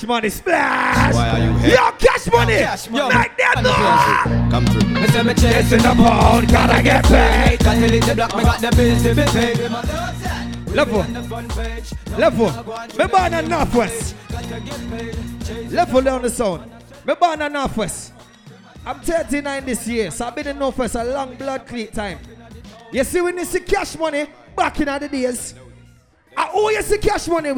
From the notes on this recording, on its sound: Surprise birthday party.